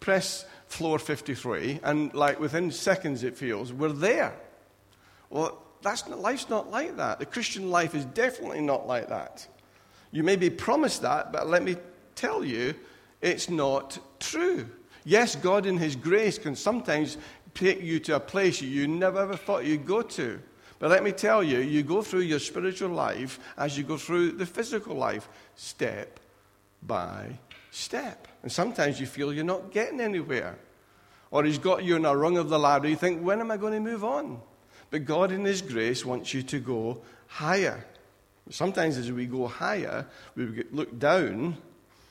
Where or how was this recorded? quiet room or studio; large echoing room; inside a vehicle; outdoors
large echoing room